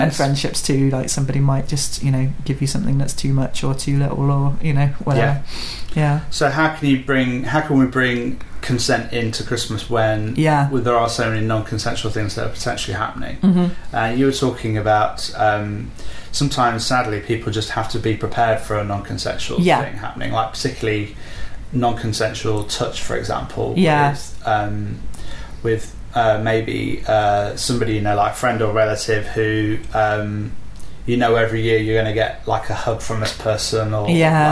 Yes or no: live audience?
no